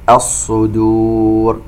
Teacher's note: عندنا هنا مد متصل يمد بمقدار 4 حركات. الصدور، ننتبه إلى تفخيم الصاد ونعطيها حقها ولا نفخم الدال تبعا لها، لأن الدال من أحرف الاستفال، لأنه إذا ما فخمناها ستصبح كالضاد.